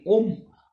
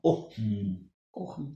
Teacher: вот это ха есть между о и м. Вот это почти исчезающее ха. · Shown in: second take